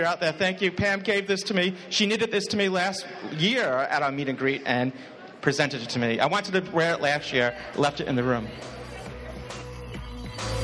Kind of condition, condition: setting, live audience